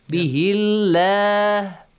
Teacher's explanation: the lam and the word Allah is pronounced with a light sound